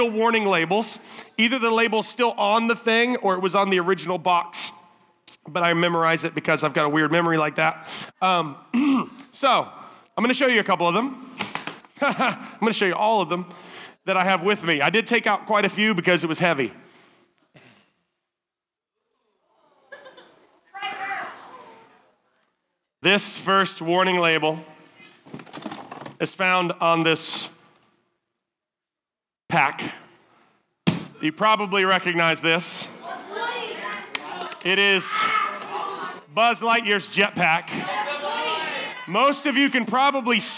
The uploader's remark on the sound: Summer Camp Wk7. Evening speaker recordings at our Frontier Town teen summer camp services.